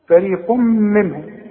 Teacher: ضمتين وبعد الضمتين ميم يبقى ادغام بغن